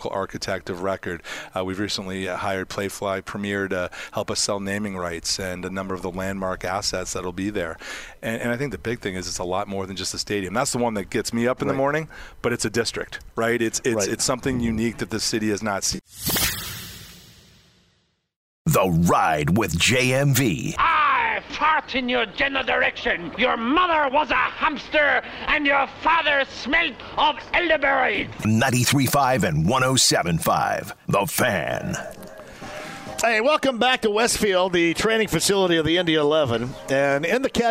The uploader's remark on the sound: Live From Grand Park